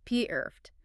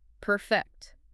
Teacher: As an adjective, the stress is on the first syllable · Shown in: first take · P-erft. But as a verb, it shifts.